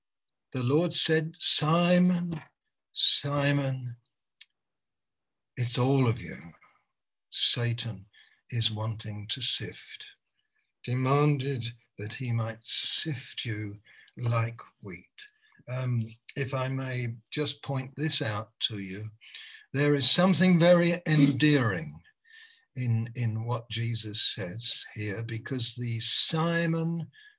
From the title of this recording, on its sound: Malaysia Meets (Zoom)